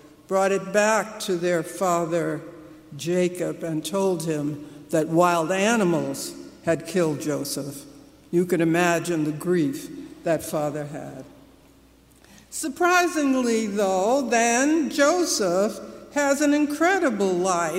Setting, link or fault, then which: setting, large echoing room